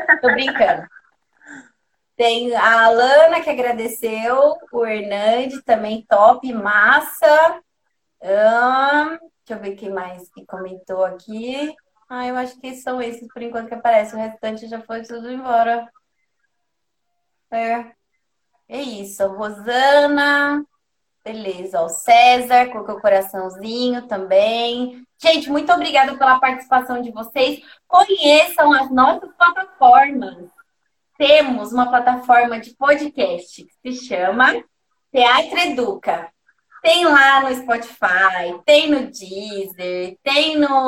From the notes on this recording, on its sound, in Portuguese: Live ocorrida no Instagram